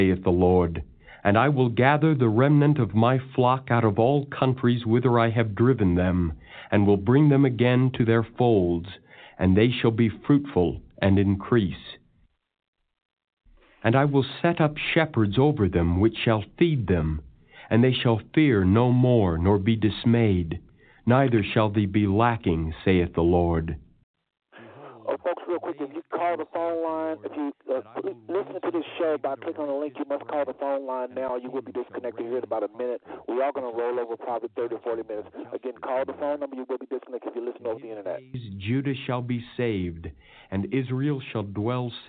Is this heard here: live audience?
no